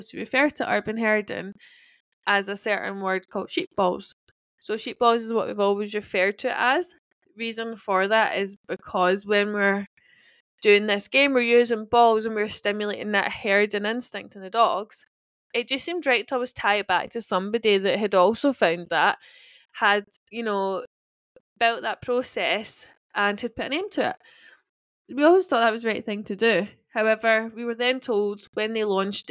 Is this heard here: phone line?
no